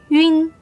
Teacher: Pronounce the U sound first, then slightly glide to the N sound